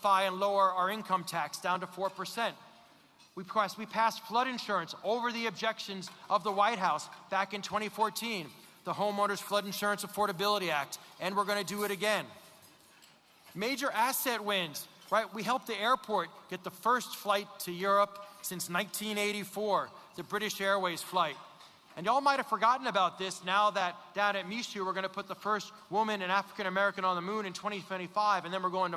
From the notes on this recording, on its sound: Broadcasting LIVE from GNO’s Inc.’s Annual Luncheon at the Hyatt Regency New Orleans.